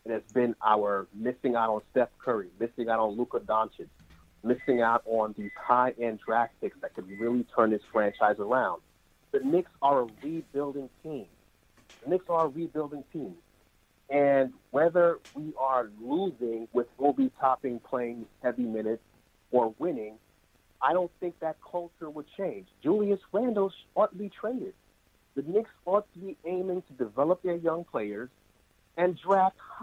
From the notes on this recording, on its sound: take live phone calls from fans around the world